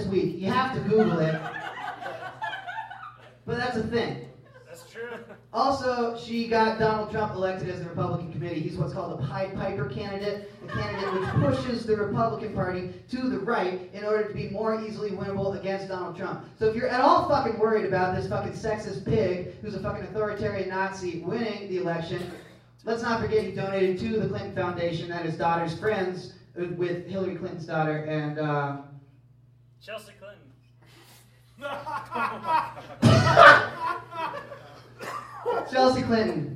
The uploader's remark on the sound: performing stand up comedy in Bozeman, MT